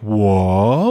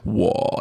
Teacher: 我 is that third tone. It's a bass voice. · Shown in: second take · Don't drop your voice super far low and then come back up like 我, because that ain't how Chinese people do it in real life.